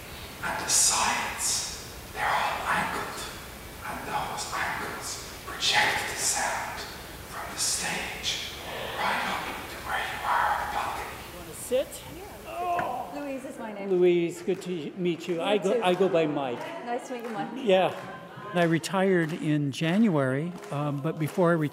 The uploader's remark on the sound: A brand new concert hall The Lark. Talking on the concert stage. At his Marble City Music Festival.